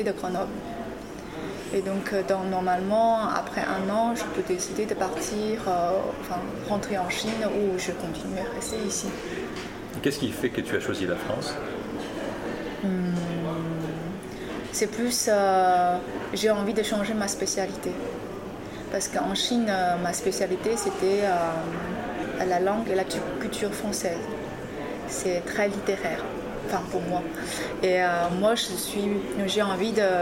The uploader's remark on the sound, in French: Conversation enregistrée au Bar Lindbergh du Marriott Opéra Ambassador